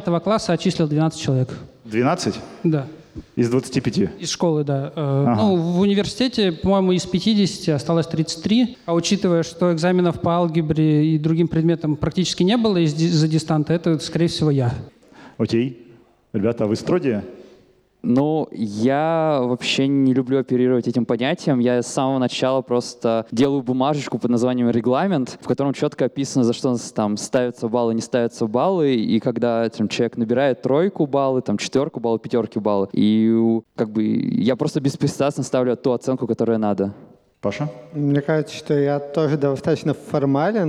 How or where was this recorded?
live audience